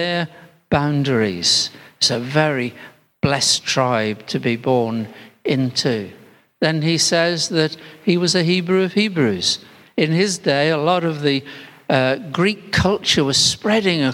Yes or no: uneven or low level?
no